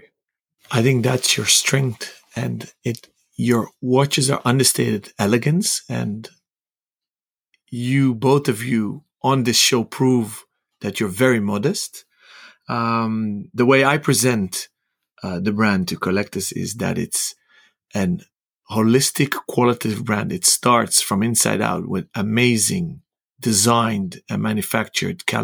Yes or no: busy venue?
no